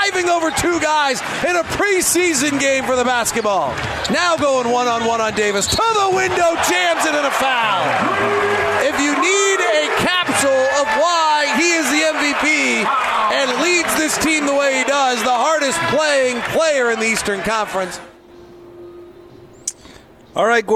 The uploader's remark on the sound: LIVE at Marley's Sliders in South Jordan